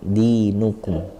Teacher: di-nya jangan terlalu panjang, cukup dua harokat